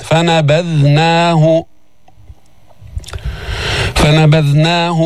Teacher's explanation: للبث في بطنه إلى يوم يبعثون فنبذناه، انتبه للذال، ذال من طرف اللسان مع أطراف الثنايا العليا بدون تشديد